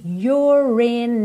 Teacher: Esse E final não é pronunciado, você já vai ligar o R no in.